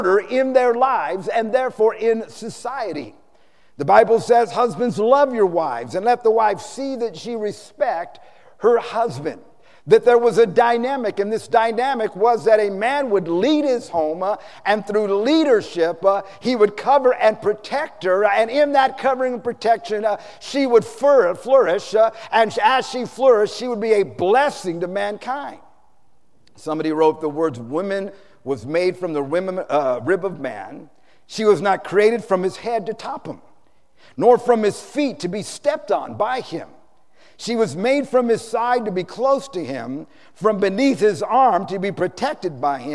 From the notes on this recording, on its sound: Preached on Mothers Day San Antonio TX 2016